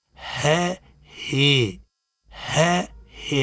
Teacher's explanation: إمالة صغرى وهو جنوح خفيف من الفتح نحو الكسر